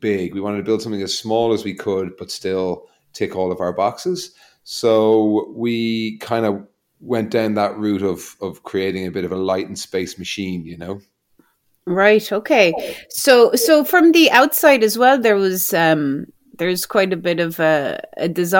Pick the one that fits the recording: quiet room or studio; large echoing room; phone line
quiet room or studio